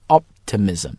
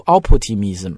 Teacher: 那个 p sound 要读的特别的弱，甚至是失去爆破 · Shown in: first take